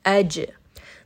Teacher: anytime we have jim with a sukun, we are going to apply a little bit of a bouncing sound, aj. The reason for this is that if you do not apply that bounce, the letter or the sound is going to stop as soon as you hit the sukun.